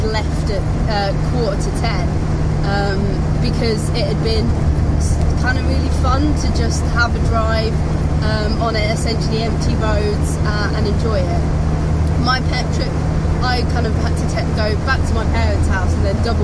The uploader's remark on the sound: all recorded from my 1968 Morris Minor, Peggy